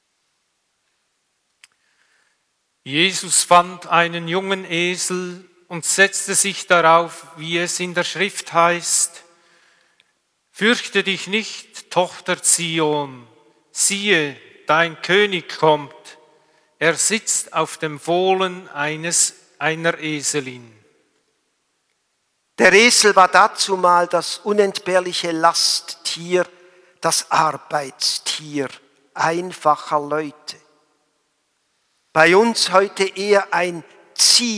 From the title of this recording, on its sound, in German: Gottesdienst Palmsamstag 27.03.2021